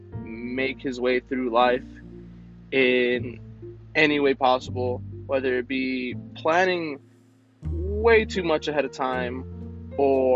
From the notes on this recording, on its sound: I test the audio potential of doing this podcast in my car.